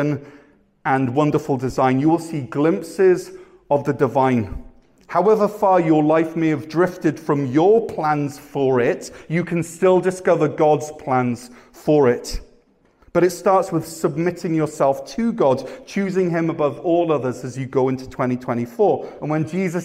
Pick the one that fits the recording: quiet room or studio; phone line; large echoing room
large echoing room